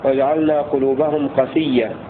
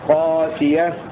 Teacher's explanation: بقصر القاف أي بحذف الألف التي بعدها وتشديد الياء · Shown in: first take · قسية على وزن عطية أو على وزن ردية.